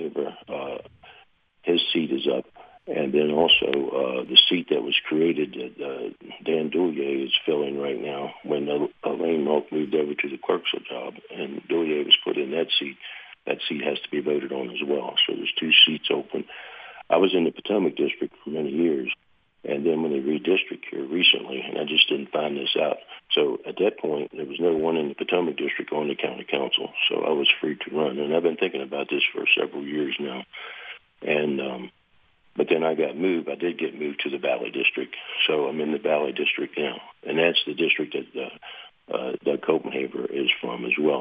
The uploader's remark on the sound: Joined on the phone. Calls.